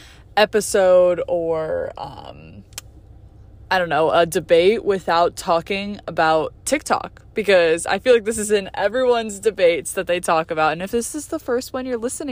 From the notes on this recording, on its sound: I’m home on spring break and got to record this episode in my car hehe.